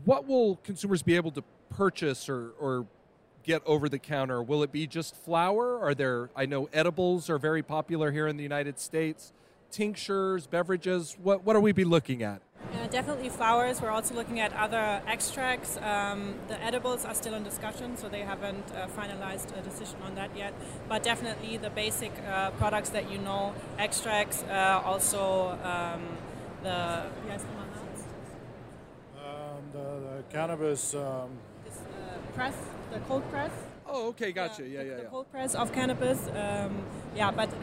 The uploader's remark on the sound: This interview was recorded on the floor of the Las Vegas Convention Center during MJBizCon 2022, so there may be patches of audio that are a tiny bit scratchy.